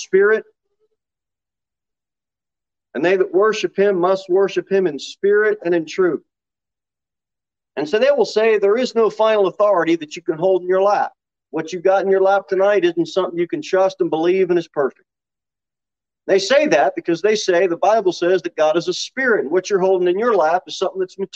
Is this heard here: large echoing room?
yes